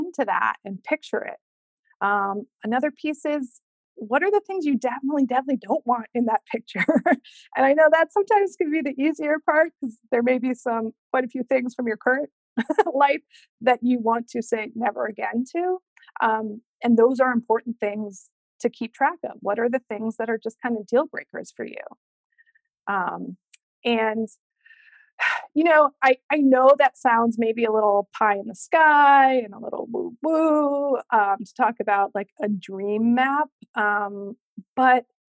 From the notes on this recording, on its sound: Today’s episode is the audio from the webinar I hosted last week